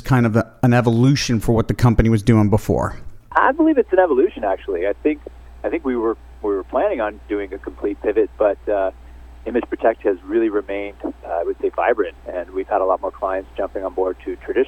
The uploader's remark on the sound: called in to SmallCapVoice